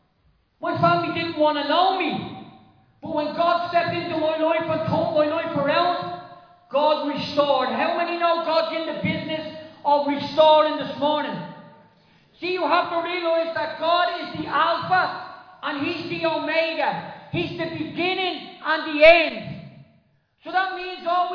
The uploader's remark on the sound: Recorded live in Liberty Church on 28 May 2023